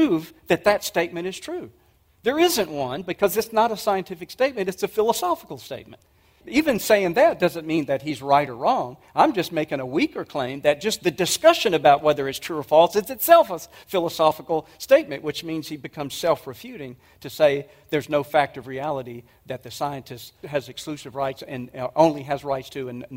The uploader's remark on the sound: 2023 Apologetics Conference. This was a message presented at the 2023 Evidence and Answers conference.